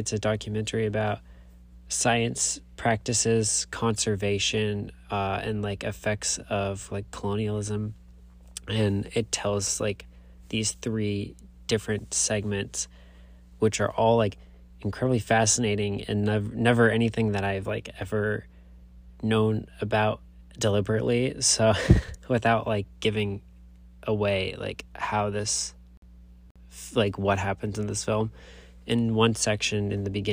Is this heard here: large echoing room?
no